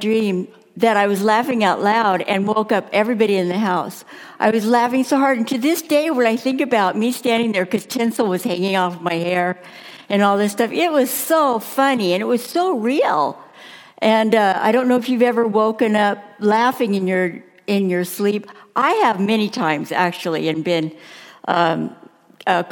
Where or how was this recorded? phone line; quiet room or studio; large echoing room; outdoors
large echoing room